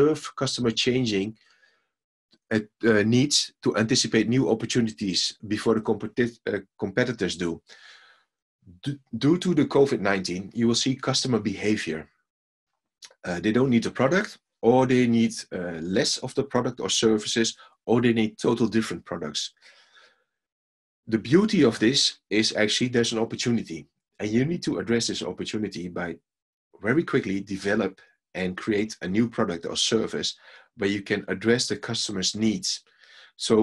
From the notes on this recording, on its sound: recording of a live webinar